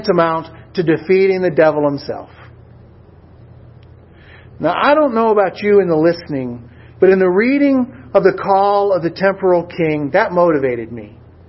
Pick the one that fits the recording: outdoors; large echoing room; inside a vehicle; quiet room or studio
large echoing room